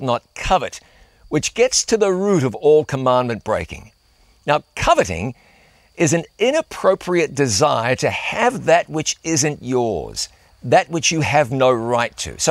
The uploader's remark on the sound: on location at the site of the world’s largest Ten Commandments